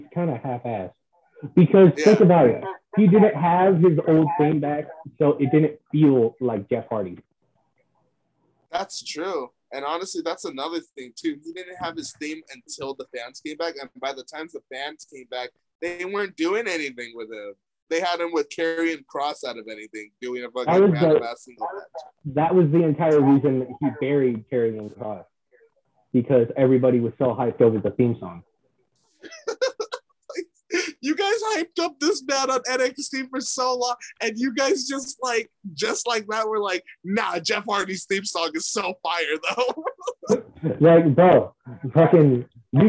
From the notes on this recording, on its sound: I Apologize for the audio in this episode